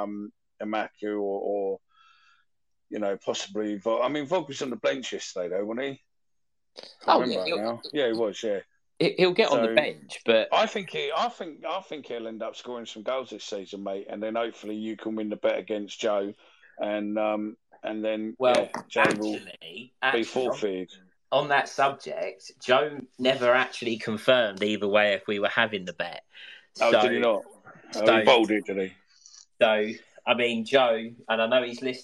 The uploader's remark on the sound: Recorded via X Space